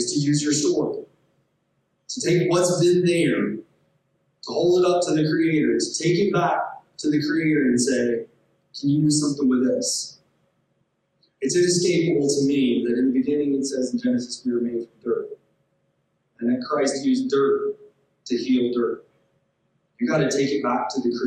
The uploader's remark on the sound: Giving a talk at our old stomping grounds where we first met- Gardner-Webb University. The sound on this one is a bit different because it was recorded in a different place and format.